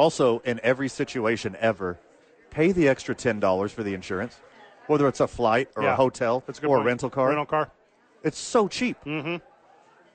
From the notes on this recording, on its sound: live at Sadies